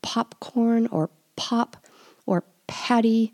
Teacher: that's called a plosive because it just has this little explosion of air